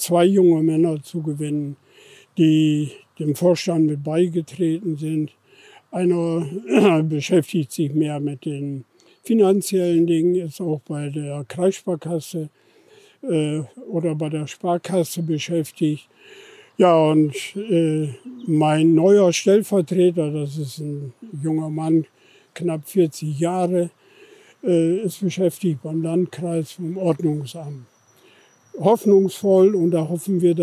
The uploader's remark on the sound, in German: Live-Streifzug durch das Areal von Deutschlands längster Fehnkolonie. Uns beim Talk auf der Von-Velen-Anlage den Papenburger Wind um die Nase wehen.